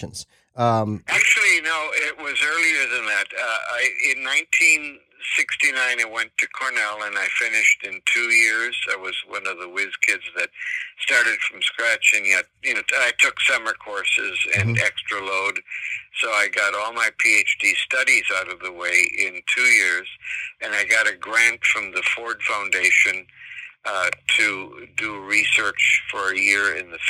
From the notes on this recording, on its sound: on the phone